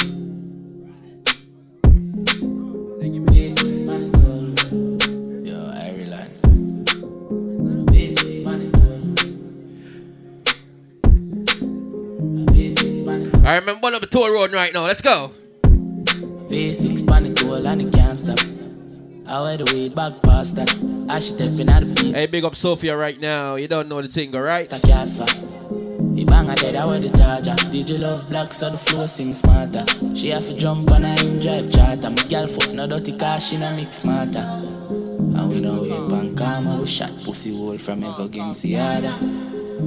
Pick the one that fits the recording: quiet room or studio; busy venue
busy venue